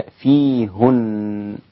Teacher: في قوله فيهن يا يعقوب الإمام يعقوب التاسع الحضرمي البصري يضم الهاء هكذا فيهن، وهي لغة أيضا لغة عند العرب، قل الله يفتيكم فيهن.